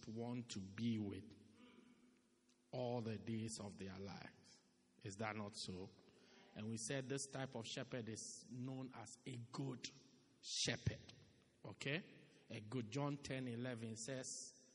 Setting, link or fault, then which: setting, large echoing room